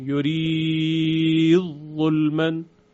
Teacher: حرف یا سببش سکون هست، مد لازم ایجاد میشه و ادغام میکنیم